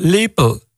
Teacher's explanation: dan hoor ik in die tweede lettergreep eigenlijk alleen maar een P en een L en helemaal geen E